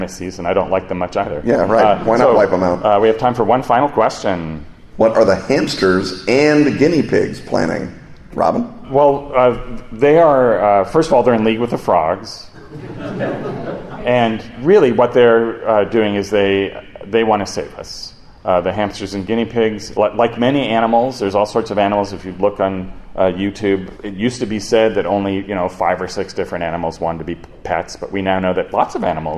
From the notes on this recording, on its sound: A live show at Gen Con.